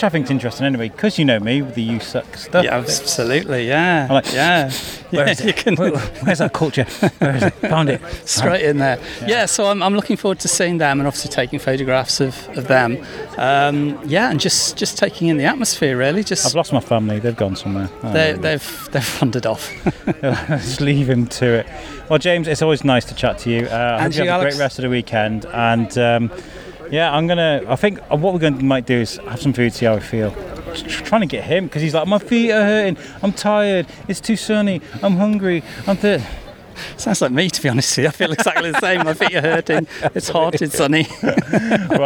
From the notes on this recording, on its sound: Shrewsbury Folk Festival 2021. Had the privilege of walking around with a mic for the day. The aim was to try and sample the festival via a podcast.